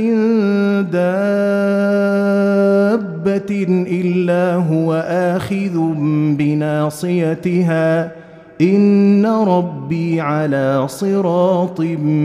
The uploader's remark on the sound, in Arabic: مسجل من صلاة التراويح بمسجد السلام بحي مشرفة.